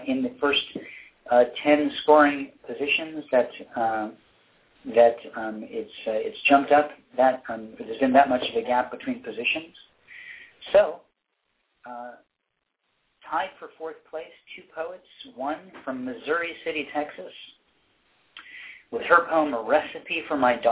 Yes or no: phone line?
yes